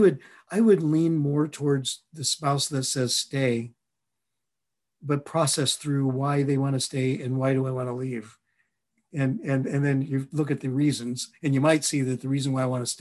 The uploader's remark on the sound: a recording of a Facilitator M webinar